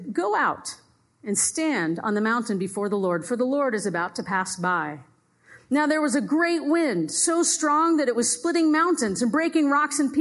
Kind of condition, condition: setting, live audience